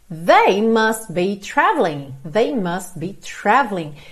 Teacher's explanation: Must be, o T do must quase não aparece